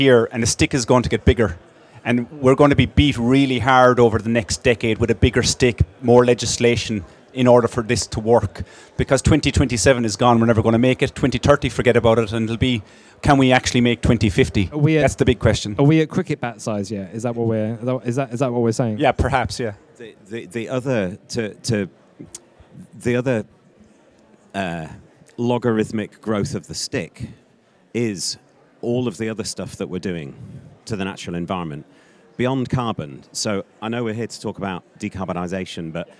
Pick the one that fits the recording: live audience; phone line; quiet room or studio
live audience